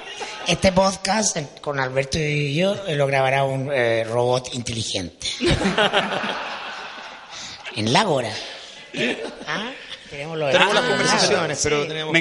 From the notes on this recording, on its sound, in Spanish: En Vivo: Desde el Seminario 50 leyes del Poder en El Padrino. La ocasión propicia para grabar el 1er Podcast en vivo. Primer capítulo con sonido como la gente (no se acostumbren!).